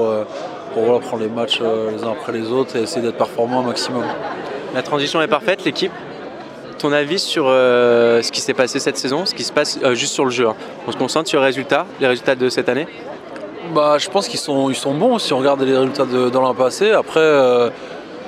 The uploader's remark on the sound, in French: En direct de la Pink'Ride ! Là-bas on a rencontré les joueurs, on leur a posé quelques questions et on a enregistré leurs réponses !